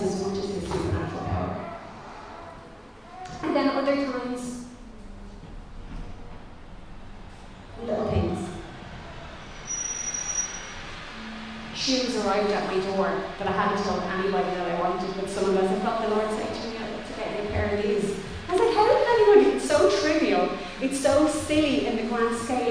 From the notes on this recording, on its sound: Recorded live in Liberty Church on 27 June 2021